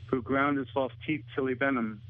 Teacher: the dropped H in the pronouns his, him, and he